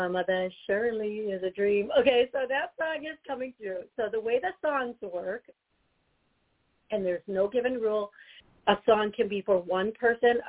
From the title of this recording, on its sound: Taking callers Live